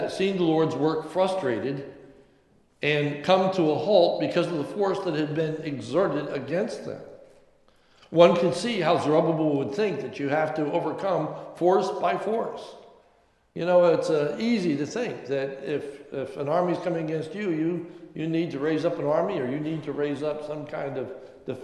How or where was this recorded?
large echoing room